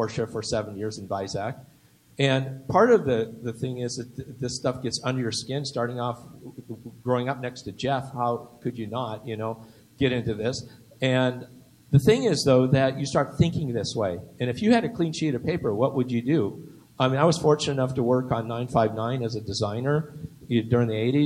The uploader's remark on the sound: Outlaw Porsche Panel at the Petersen Automotive Museum in Los Angeles.